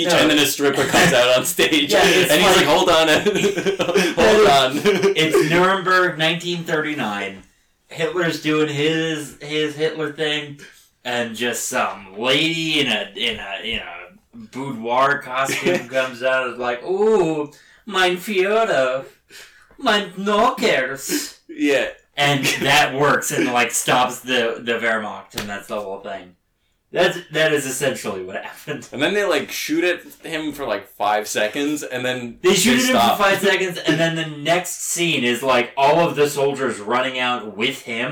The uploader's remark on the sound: We honor this very bad movie with very bad audio quality.